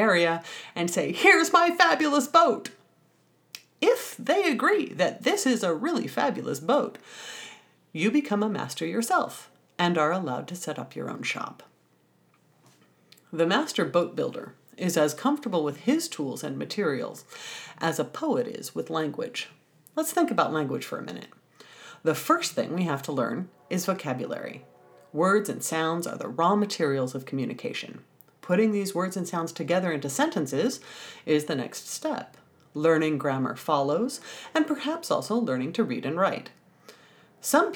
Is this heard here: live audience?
no